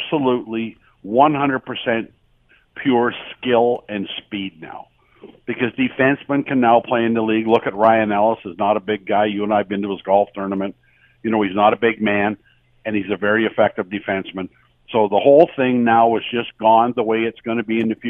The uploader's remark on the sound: from the phone this week